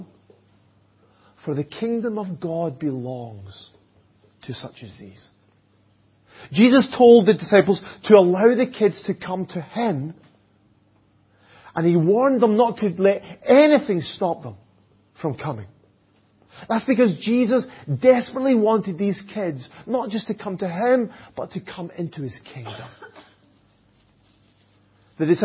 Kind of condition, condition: setting, large echoing room